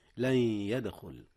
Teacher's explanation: إدغام بغنة، حيث أدغم نون لن في ياء يدخل، ولا بد من الغنة، بحيث يعطى كل حرف من الحرفين 50% فحسب من مخرجه.